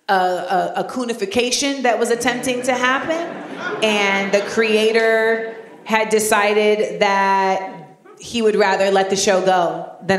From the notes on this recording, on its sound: LIVE at the Kennedy Center. This week we take you to the Kennedy Center in Washington DC for a live recording of Small Doses.